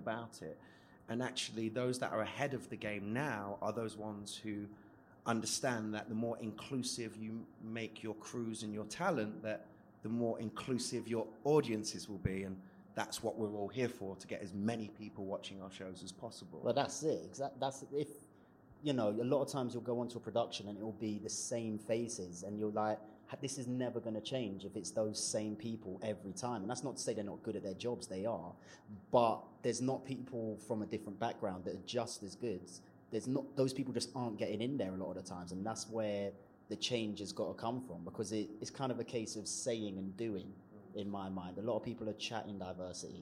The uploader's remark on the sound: This episode is a live recording of our special writer's panel discussion at the New Voice Awards 2020.